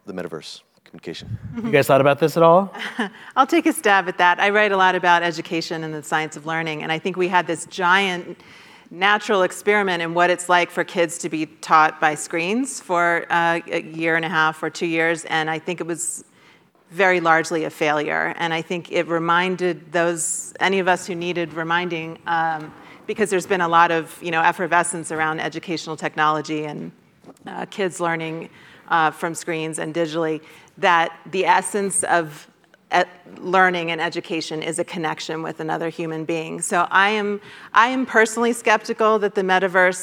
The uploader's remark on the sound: Moderates the conversation and takes questions from the audience.